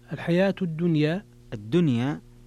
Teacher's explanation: الدنيا فيها الإمالة، فيها الإمالة لحمزة.